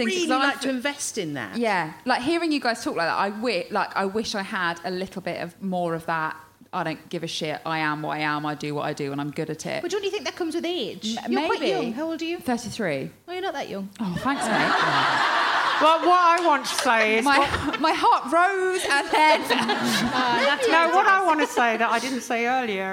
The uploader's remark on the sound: Recorded at the Leicester Square Theatre, London on July 18, 2017.